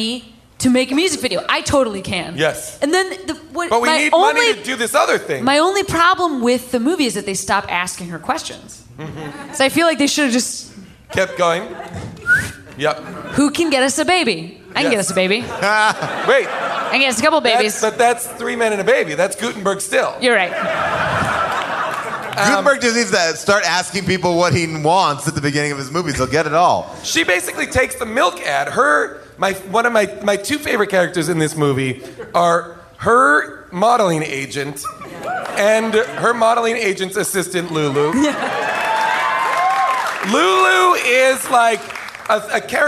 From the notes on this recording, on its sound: LIVE from the world famous Largo at the Coronet in Los Angeles.